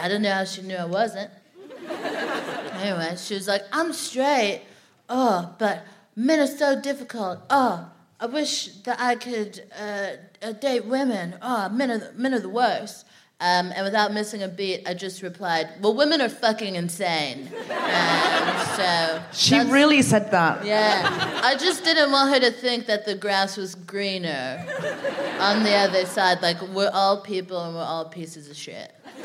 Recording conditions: live audience